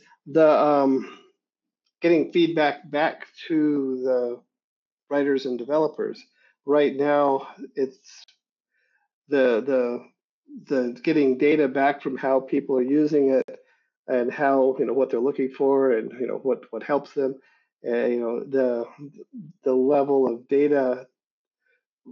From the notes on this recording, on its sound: In the Special Edition series, we share interviews with the jurors which were recorded during the online Awards Gala events in November, 2023.